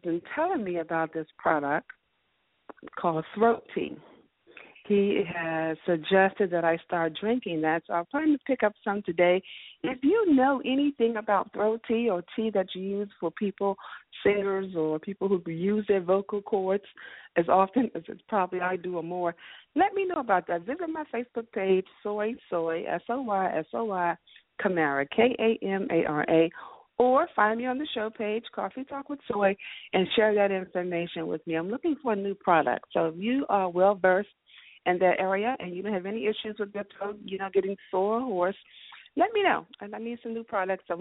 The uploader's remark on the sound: Featured guests and call ins from A-List Enterprises and Jente' Enterprises.